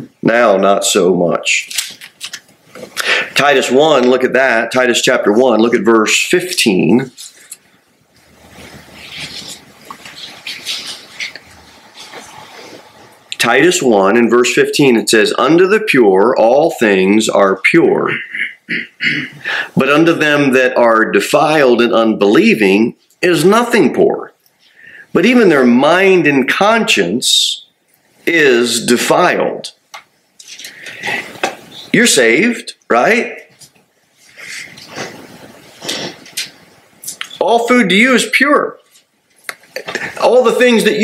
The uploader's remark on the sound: Sermon delivered at Pilgrim Baptist Church on Thursday, November 9, 2023, at 6-15 pm. Jere Whitson Rd. Cookeville, TN 38501.